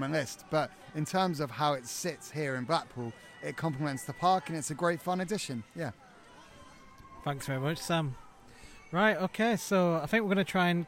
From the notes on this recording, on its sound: Our live episode recorded at Blackpool Pleasure Beach in April 2021.